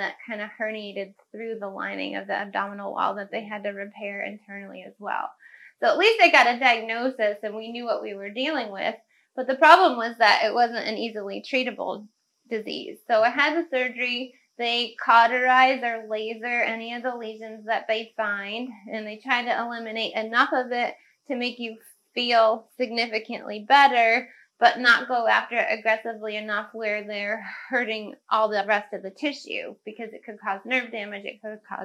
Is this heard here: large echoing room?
no